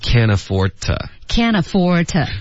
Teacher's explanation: can't 跟 afford 连读，afford 这个的的音呢就省略，afford 的这个的省略，然后接着发 to，affordto，affordto。OK，然后 to 呢我们也弱读成 ta，没有必要嘟嘴。affordto， affordto， affordto， affordto， affordto，后面呢 have principles 没有什么变化，就简单了，主要是把这个单词学一下，主要的是 princeprince，对 prin 的这个 n 的音记得舌尖顶上去上颚，接着发